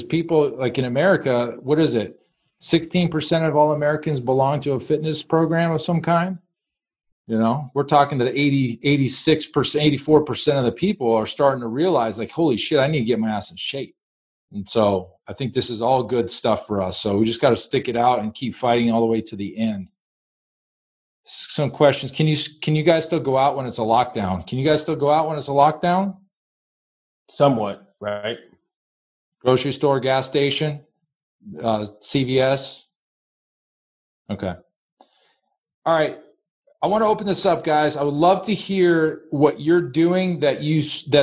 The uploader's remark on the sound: the recording of a special Zoom meeting they recently had with over 30 gym owners